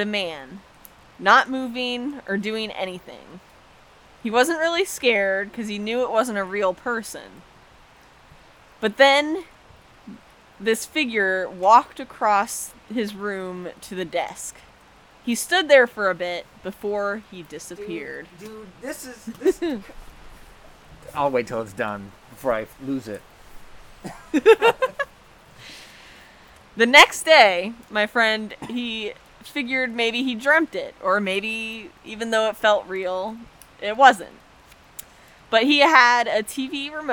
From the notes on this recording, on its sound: We have decided to bring you a bonus episode from around the campfire! Every once in a while, we like to go out into the elements, and record some spooky stories. The audio is unpredictable, the scares are real, and the fire is always nice and warm.